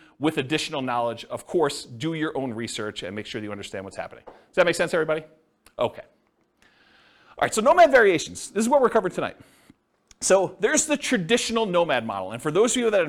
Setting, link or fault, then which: setting, live audience